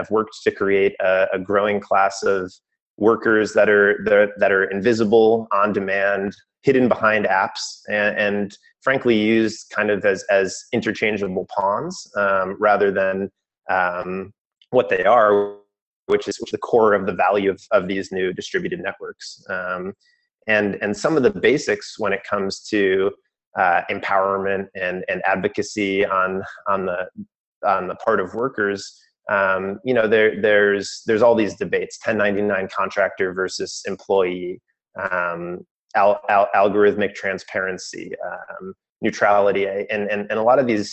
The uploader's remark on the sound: These "podcasts" are the direct audio recordings of TFIN Webinars. As the original format was a video webinar, please excuse any brief technical difficulties and note that presenters may refer to slides.